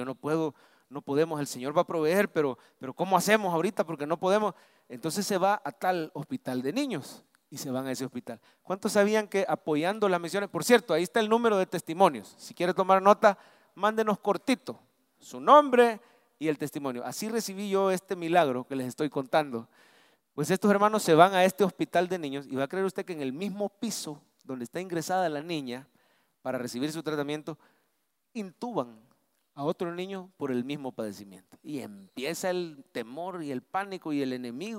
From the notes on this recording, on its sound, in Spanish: Mensaje predicado en vivo desde el Centro Familiar de Adoración CEFADCHURCH. San Salvador.